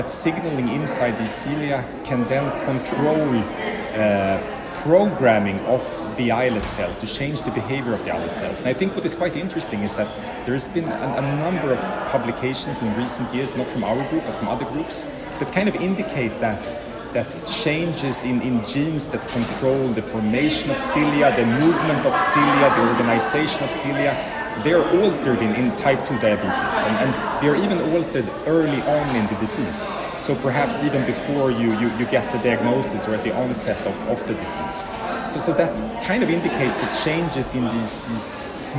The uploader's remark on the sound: recorded during Day 3 of Islet Study Group 2023